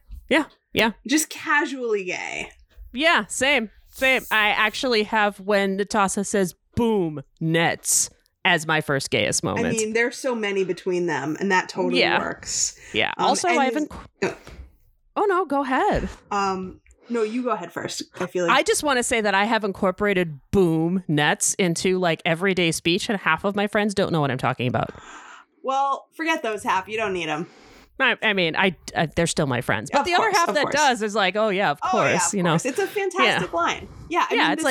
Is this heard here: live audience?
no